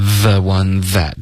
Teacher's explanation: 这两个 the 的音要注意舌尖碰到上齿，别发成 that that